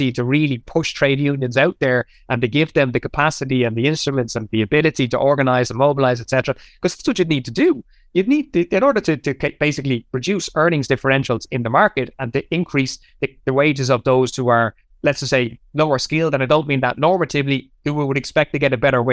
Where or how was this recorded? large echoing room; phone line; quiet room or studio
quiet room or studio